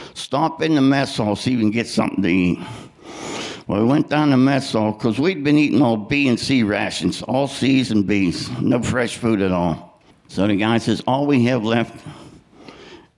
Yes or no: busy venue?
yes